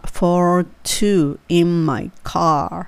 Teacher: I have room for two in my car.はい。この場合、結構、えー、っと、R の音が多いのと、うん、そうですね。I have room for, for two in my car.はい。うん、特に何ってちょっと難しいところは for の F っていうのをしっかり出すとか R もしっかりとっていうふうに巻くっていうとこですね